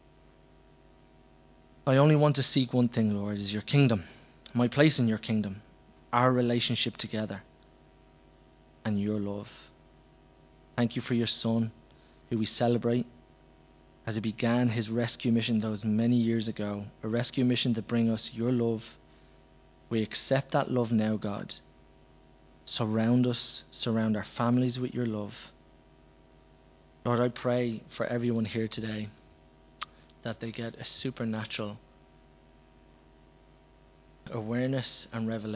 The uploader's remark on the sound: Recorded live at Liberty Church on 22nd December 2019